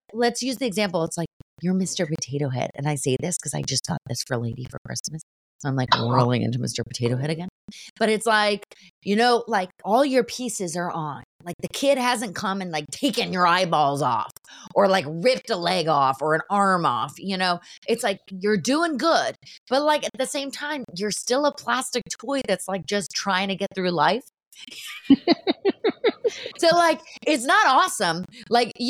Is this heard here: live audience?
no